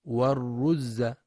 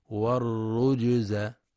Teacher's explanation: يخطئ بعضهم فيقرأ والرجز بإخفاء الجيم فتكون والرز، والصواب قلقلة الجيم · Shown in: second take